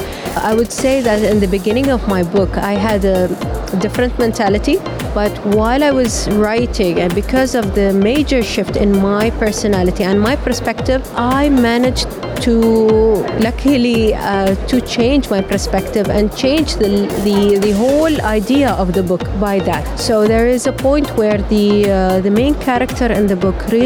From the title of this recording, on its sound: Live from SIBF 2022